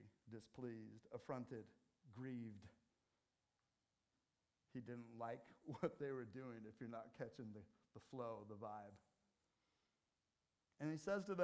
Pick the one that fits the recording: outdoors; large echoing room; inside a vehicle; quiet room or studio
large echoing room